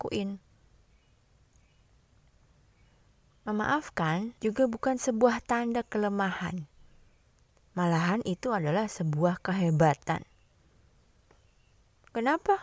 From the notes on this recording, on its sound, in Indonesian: Mohon maaf ya kalo ada background music suara ayam berkokok atau suara burung berkicau. Belum nemu tempat yang pas buat recording selama di tempat baru.